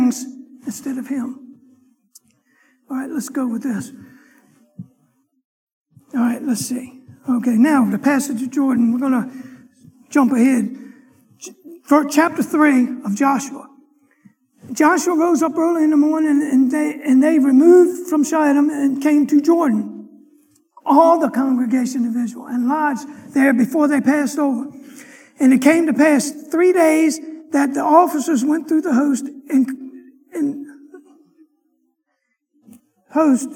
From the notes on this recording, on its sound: Sunday morning lecture